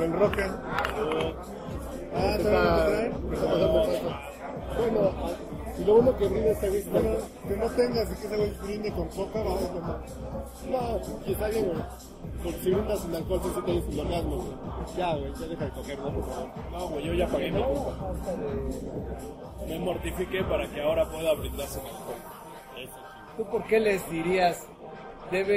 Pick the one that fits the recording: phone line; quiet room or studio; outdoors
outdoors